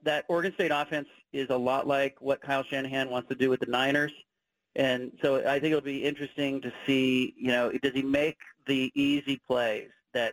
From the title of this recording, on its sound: Call-In from Salt Lake City